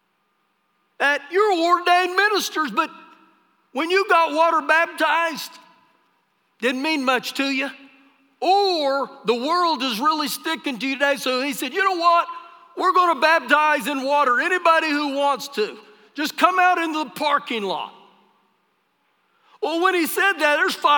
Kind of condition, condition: setting, large echoing room